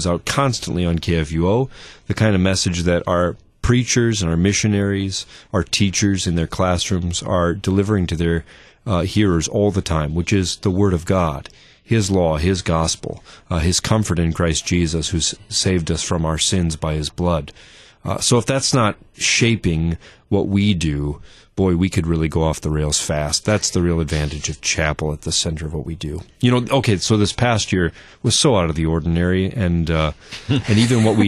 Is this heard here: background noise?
no